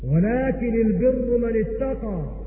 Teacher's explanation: قرأت هكذا بتخفيف النون ورفع كلمة البر